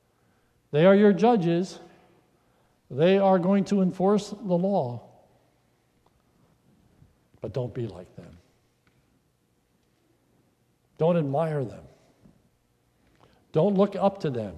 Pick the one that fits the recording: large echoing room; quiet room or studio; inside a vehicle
large echoing room